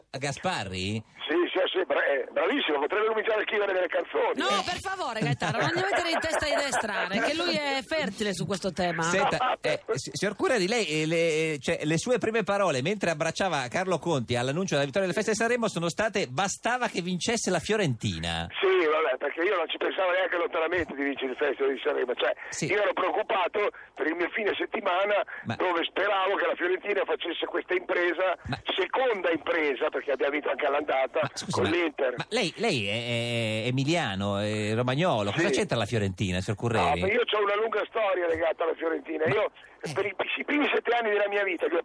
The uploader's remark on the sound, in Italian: al telefono